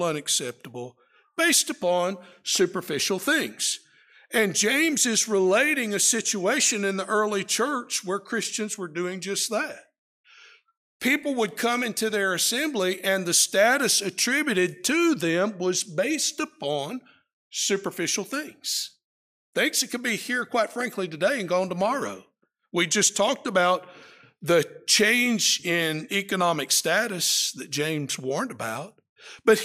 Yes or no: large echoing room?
yes